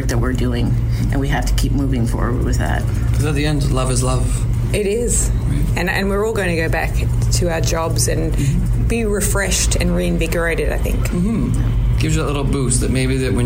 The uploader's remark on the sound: recorded whilst in Toronto at the 2nd World LGBT Conference for Criminal Justice Professionals